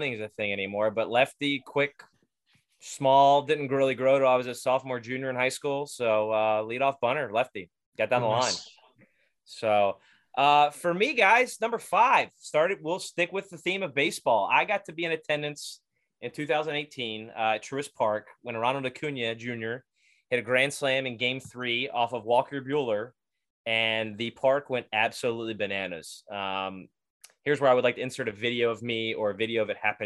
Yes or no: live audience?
no